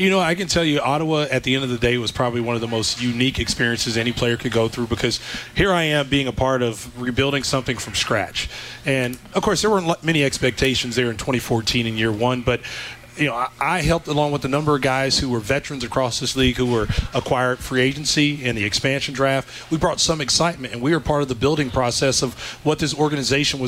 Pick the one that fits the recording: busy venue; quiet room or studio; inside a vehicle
busy venue